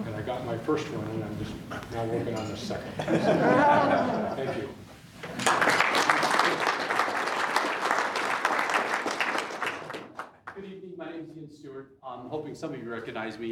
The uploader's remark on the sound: I recorded the audio during last night’s community meet and greet with the candidates held at the Ridgeline Hotel’s conference center.